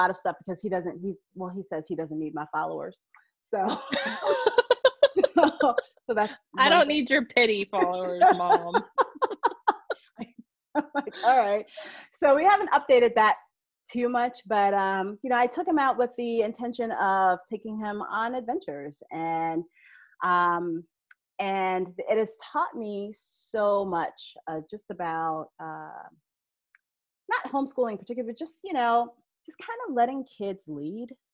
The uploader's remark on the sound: During the pandemic, I hosted daily ZOOM meet-ups called the "Daily Community Meetup" - the recordings were posted here on the podcast